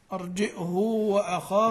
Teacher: وقرأ أرجئه في الأعراف والشعراء بضم الهاء وصلتها